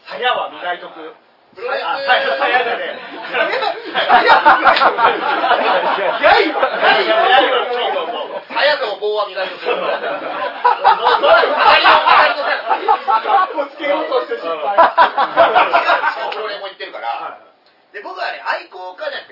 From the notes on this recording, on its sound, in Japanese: 公開収録ライブ